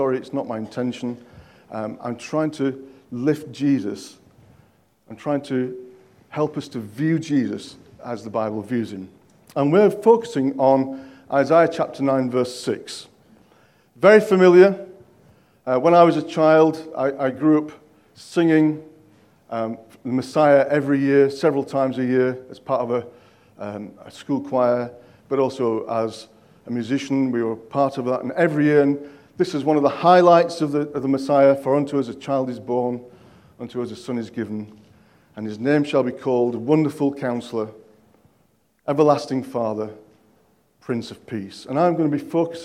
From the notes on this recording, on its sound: At King's Church, Cockermouth, as an audio file.